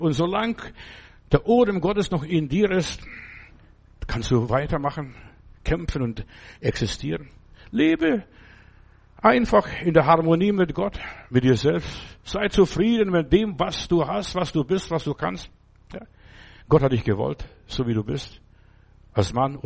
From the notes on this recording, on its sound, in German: im Gemeinde-Zentrum in Berlin aufgenommen